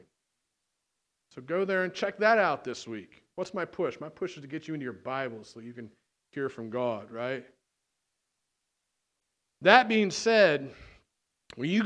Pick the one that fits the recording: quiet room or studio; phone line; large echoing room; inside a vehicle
large echoing room